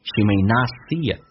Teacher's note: she 不被强调，弱化成短元音 she may not seeit， see 跟 it 还可以有个连音，元跟元之间连音不是加 w 就是加也，这个加个也叫 see it， she may notsee